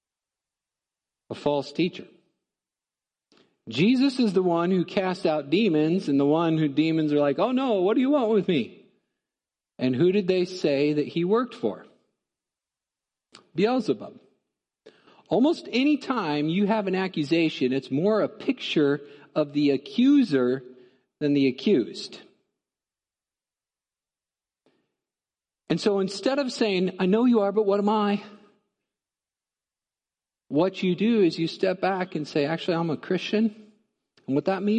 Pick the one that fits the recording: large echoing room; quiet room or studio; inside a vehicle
large echoing room